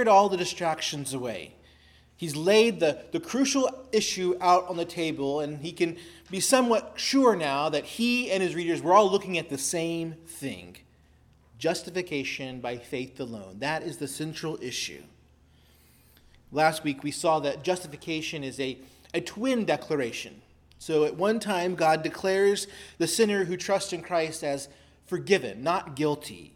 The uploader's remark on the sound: preached at Christ Our Savior Baptist Church